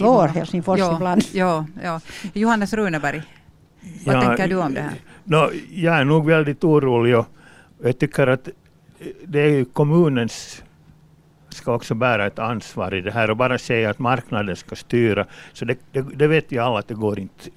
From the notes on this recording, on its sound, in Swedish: Sändningen sänds live från Östra hamnen i Hangö. Publik är välkommen.